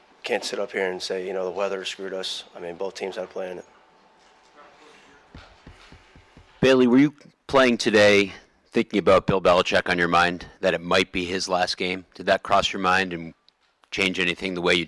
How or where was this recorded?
busy venue